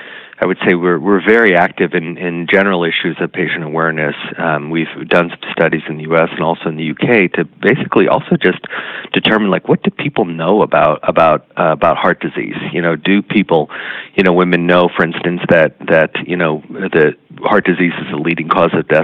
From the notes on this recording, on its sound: via internet phone